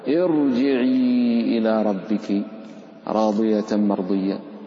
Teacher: الراء الساكنة إن كان قبلها كسر عارض تفخم